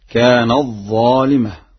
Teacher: وقوله: وكم قصمنا من قرية كانت ظالمة. قرأها ورش بإدغام التاء في الظاء